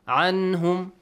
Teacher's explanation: Nun is not hidden. عنهم. I pronounce it clearly. Because after Nun, it's the letter Ha. · Term: Izhar